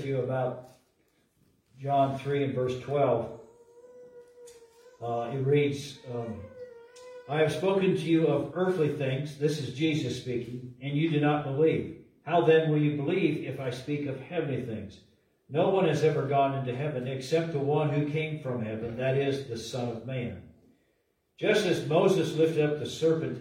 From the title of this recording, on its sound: LIVE from Calvary